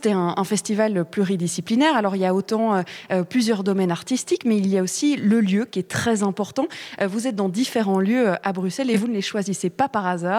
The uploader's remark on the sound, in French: depuis le Festival Artonov